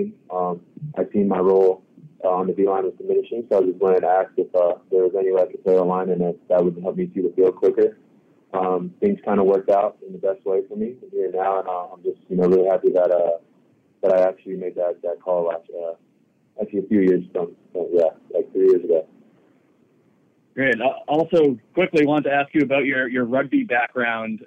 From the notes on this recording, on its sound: addresses the media during his conference call on Saturday, April 29, 2023.